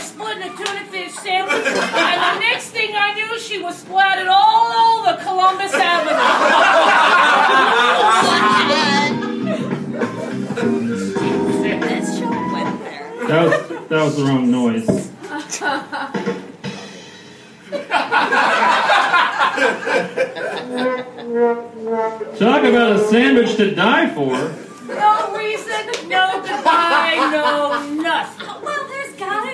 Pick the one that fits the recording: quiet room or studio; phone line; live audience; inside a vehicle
live audience